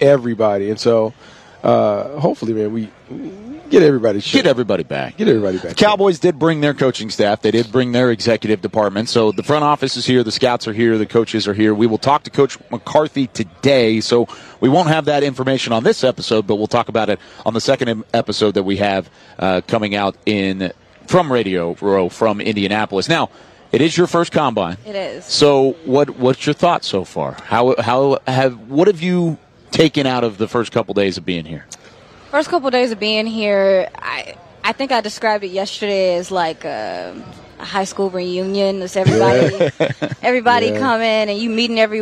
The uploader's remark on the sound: from the NFL Combine in Indianapolis, the Draft Show is live